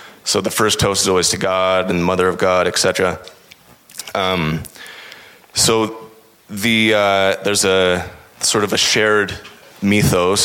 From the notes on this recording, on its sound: This pod is from a talk he gave at Montanica 2022 (an Orthodox conference).